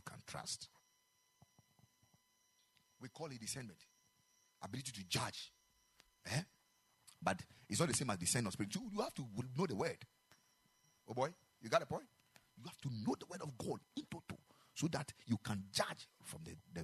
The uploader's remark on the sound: Preached at the Ekklesia Chapel